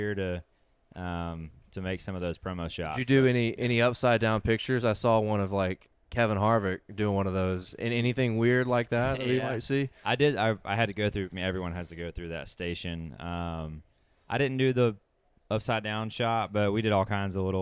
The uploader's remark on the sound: Garage Talk LIVE From Hooters Mall of Georgia